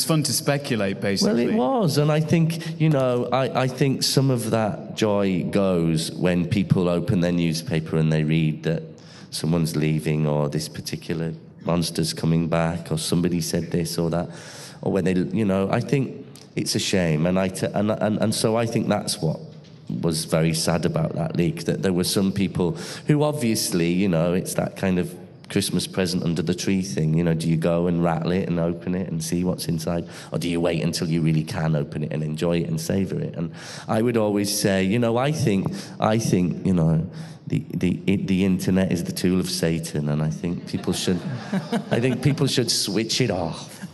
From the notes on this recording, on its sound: LIVE on stage at Gallifrey 20 in Los Angeles, CA.